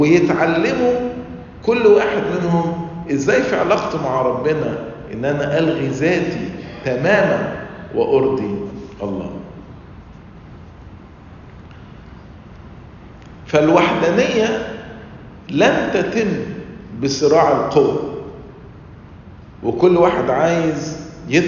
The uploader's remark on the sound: Lecture - Nashville Family Convention - Nashville, TN